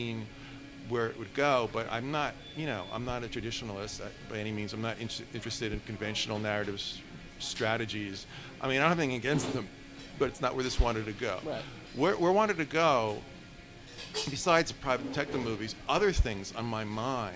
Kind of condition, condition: setting, busy venue